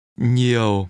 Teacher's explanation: much is pronounced with a mid-level tone.